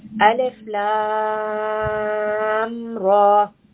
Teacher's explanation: So I stopped the lam and then I said the ra. I did not merge them. I did not say alif lam ra. · Term: no merging